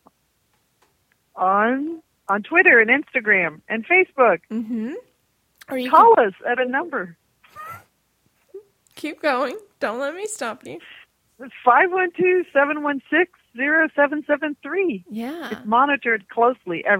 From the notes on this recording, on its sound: Catch up by phone because they can't clone themselves and be five places at once.